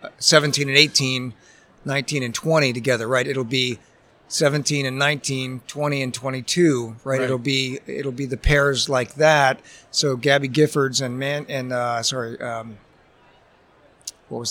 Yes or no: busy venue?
yes